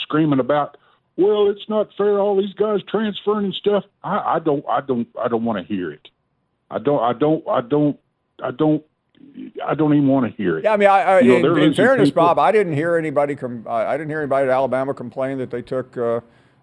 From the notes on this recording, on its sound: More of your phone calls.